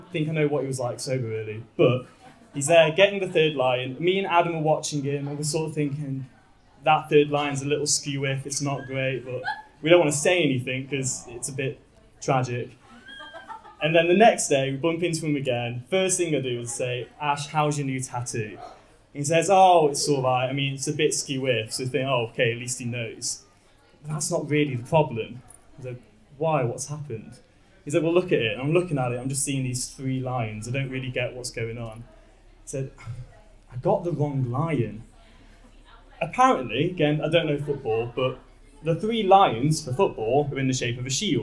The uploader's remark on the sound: Tenx9 is a live event where nine people have up to ten minutes each to tell a true story from their own life. Belfast.